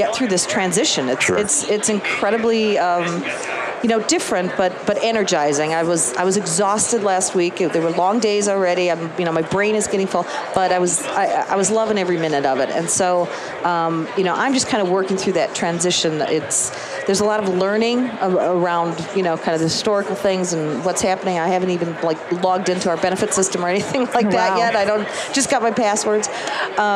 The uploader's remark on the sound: LIVE from Las Vegas, at #HRTechConf